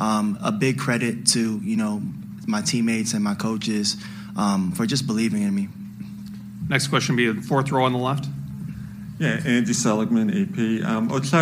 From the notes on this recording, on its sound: full press conference audio, all from Chicago, IL